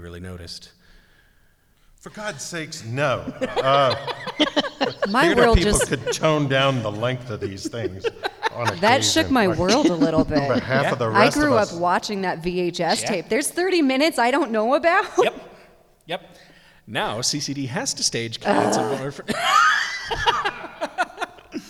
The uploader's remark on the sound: Records this episode before a live audience at the Community College of Denver .